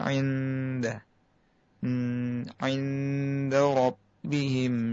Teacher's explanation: indah ini bacaan ikhfa hakiki yang ditahan dulu